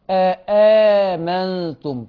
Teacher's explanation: طيب الهمزة الثالثة ساكنة، الهمزة الثالثة ساكنة، التالتة ساكنة، هتبدل بألف، اتفق القراء على إبدالها بألف، أأمنتم. طيب أصبح عندي الأولى والثانية، الهمزتان الأولى والثانية في حالة فتح، يبقى عندي فيها تسهيل، آمنتم، آمنتم، آمنتم، بسهل الثانية.